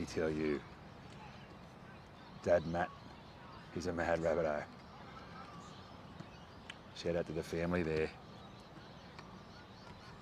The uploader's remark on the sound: Live from the Rabbitohs Centre, Maroubra.